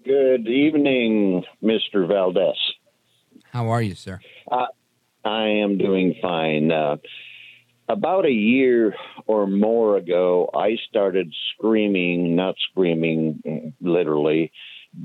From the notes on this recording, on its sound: we take your calls in open phones across America